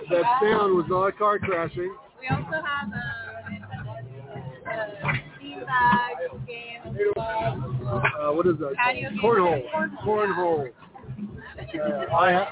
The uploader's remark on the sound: Live From Good Grammar Bar IN Downtown Salt Lake City Post Covid.